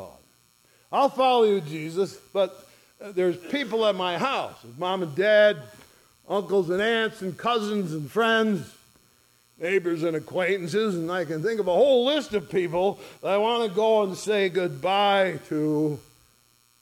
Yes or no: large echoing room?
yes